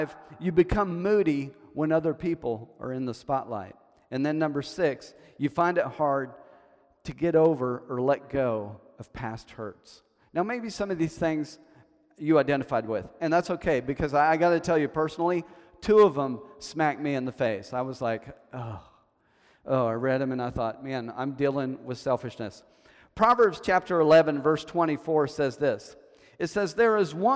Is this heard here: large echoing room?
yes